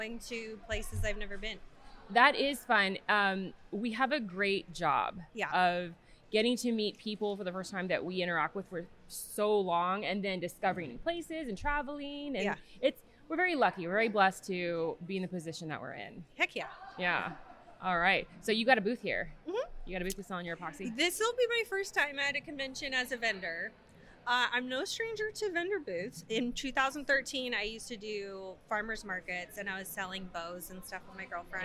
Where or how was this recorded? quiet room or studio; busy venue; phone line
busy venue